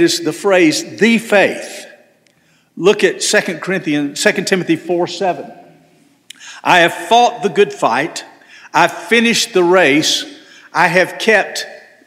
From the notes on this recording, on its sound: This sermon was delivered on November 19, 2023 at First Baptist Church Hendersonville, NC.